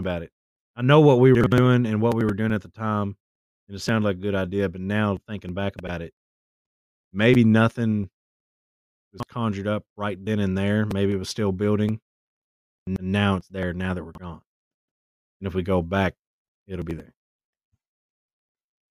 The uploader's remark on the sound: We realize that the audio in this episode is glitchy and are working to resolve the issue in future episodes.